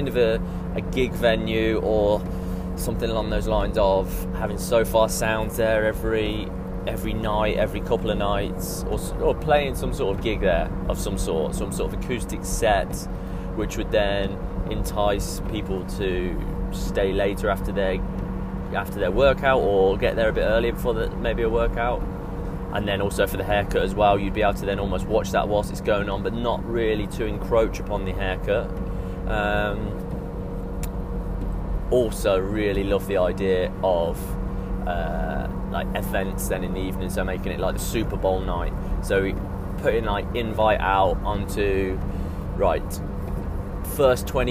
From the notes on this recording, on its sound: Me rambling in the car on the way back home from Coventry, monster energy in hand.